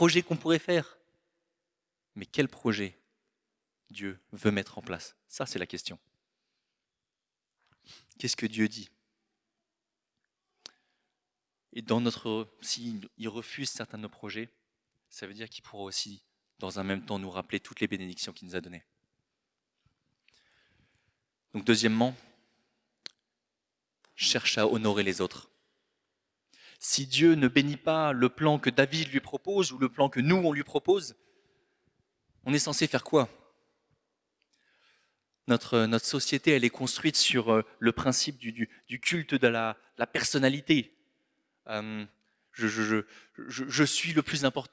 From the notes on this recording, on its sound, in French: Enregistré à l'église CVV, le 18/02/2024